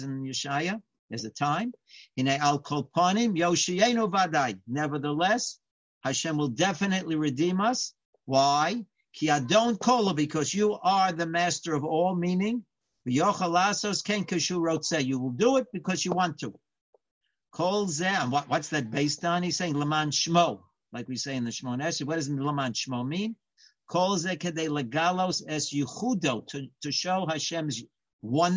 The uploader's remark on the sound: Live On Zoom: 6-4-2020